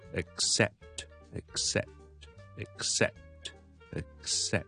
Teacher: 我做咗个 closure 先，定住咗，脷根定住咗，但系我唔 k 出嚟。我出嚟之前咧，我条脷尖已经上咗去 S 音